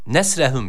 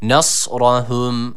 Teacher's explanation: Nesrahum şeklinde bir okuma var. Yani sakin olan sat harfimizi keskin olan sin harfiyle karıştırmayalım. · Shown in: second take